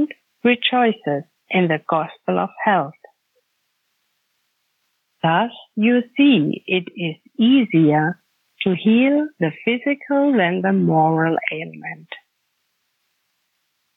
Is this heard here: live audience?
no